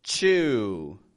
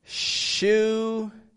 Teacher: You feel that burst of air coming out compared to the first one there where it's just flowing on out. It's fricative.